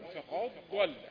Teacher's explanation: يدغم الدال في الضاد